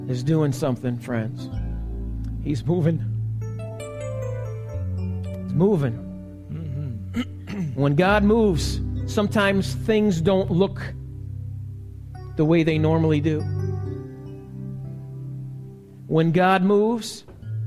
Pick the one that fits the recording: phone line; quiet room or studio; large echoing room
large echoing room